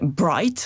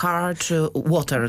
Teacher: Tam, gdzie widzieliśmy R, tam je wymawialiśmy. A Brytyjczycy w międzyczasie wymyślili niejako taką zmianę językową, która polega na tym, że R wymawia się jedynie przed samogłoską · Shown in: first take